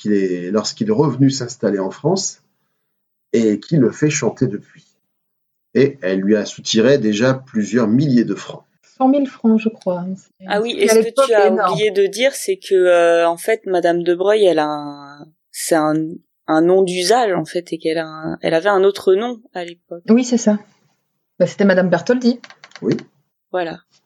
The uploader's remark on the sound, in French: Nous vous présentons toutes nos excuses pour la qualité du son sur cet épisode !